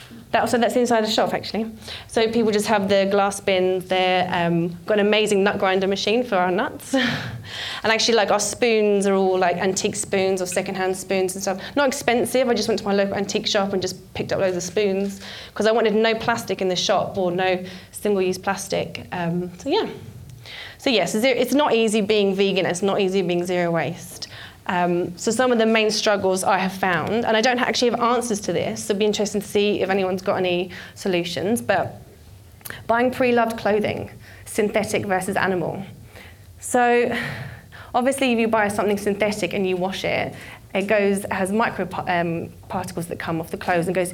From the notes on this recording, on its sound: This was recorded at Vevolution Topics: Environment in 2018